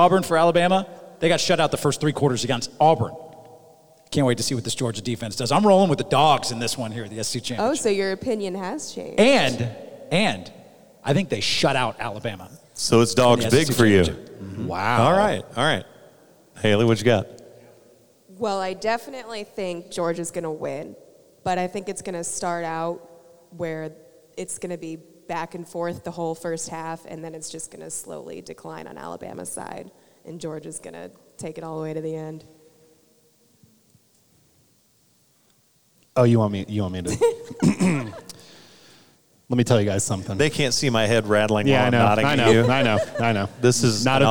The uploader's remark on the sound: LIVE FROM THE SEC CHAMPIONSHIP IN ATLANTA